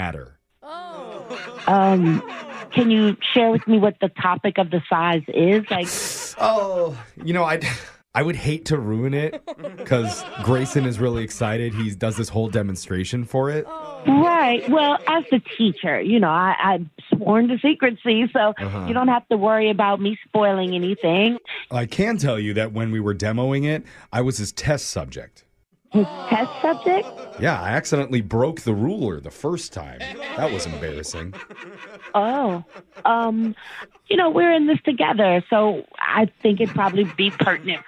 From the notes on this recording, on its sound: Phone Tap. Calls an elementary school teacher overseeing the science fair.